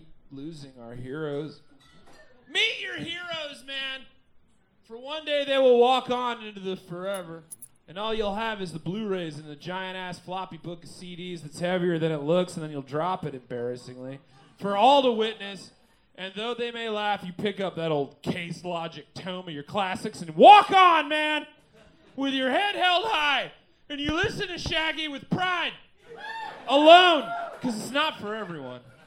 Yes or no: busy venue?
yes